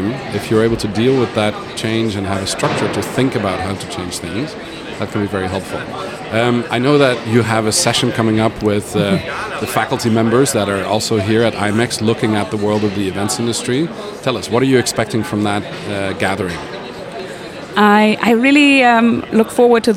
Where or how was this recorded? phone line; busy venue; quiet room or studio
busy venue